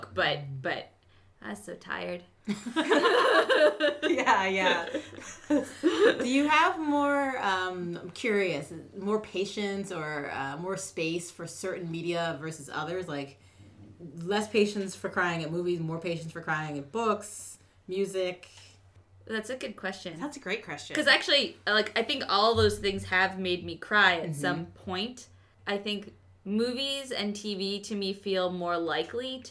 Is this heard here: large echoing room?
no